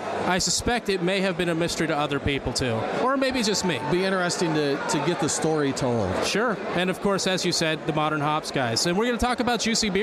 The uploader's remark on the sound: Live from The Juice Strikes Back Beer Fest!